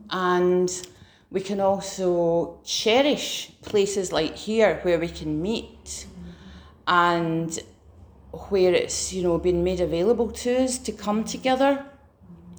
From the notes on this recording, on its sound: Preached at Remnant Army Rising